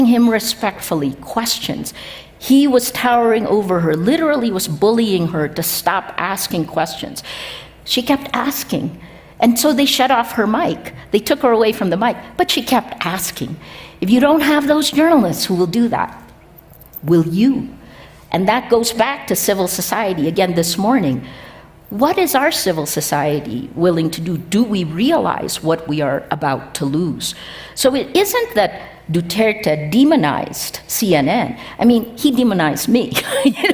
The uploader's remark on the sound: meet on stage at the 2023 Aspen Ideas Festival